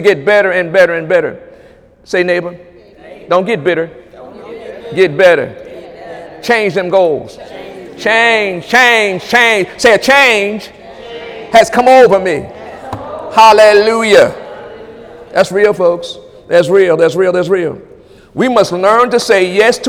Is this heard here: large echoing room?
yes